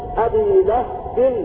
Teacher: قرأ تبت يدا أبي لهب وتب أبي لهب بسكون الهاء